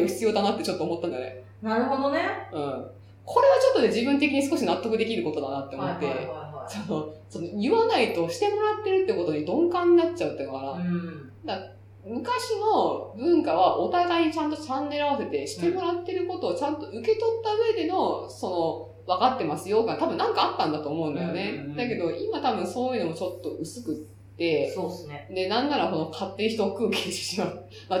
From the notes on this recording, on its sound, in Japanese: 今月ちょっと音質が悪いです。